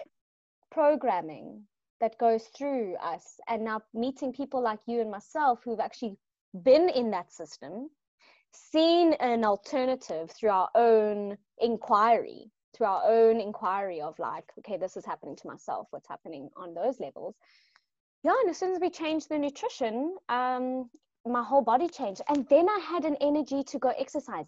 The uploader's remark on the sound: LIVE-ZOOM-INTERVIEW made into a podcast